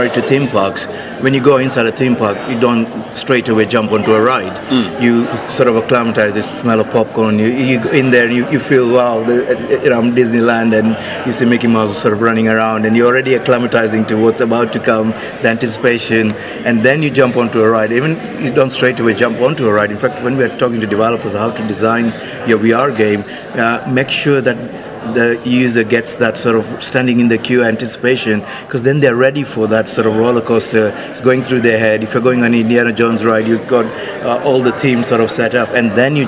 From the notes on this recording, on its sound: Recorded during the official unveiling of the subscription-based VR platform